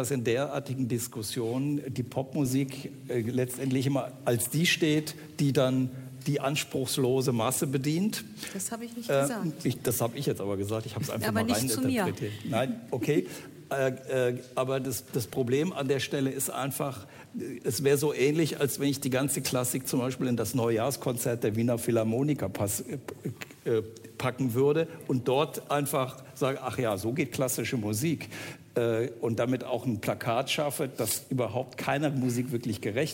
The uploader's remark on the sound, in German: Live aus dem Schloss Gottesaue in Karlsruhe